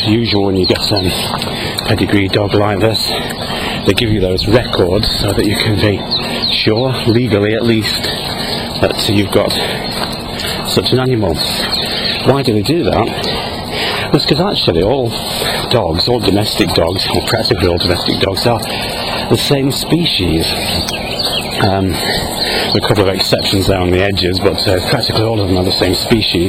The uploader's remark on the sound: while out walking his dog, Fraser.